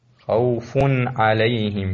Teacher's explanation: هذا هون إظهار النون الساكنة قبل العين. خوف عليهم، ذيك النون نظهرها من غير قلقلة أيضا.